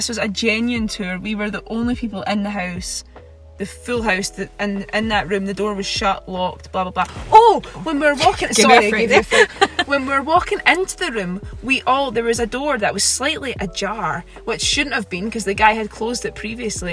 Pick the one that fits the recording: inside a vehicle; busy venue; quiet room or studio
inside a vehicle